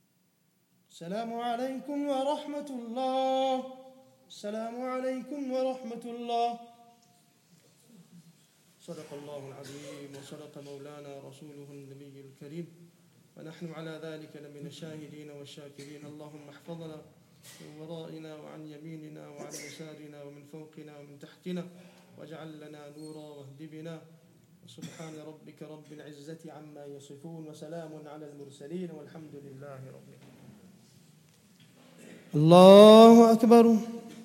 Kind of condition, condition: setting, large echoing room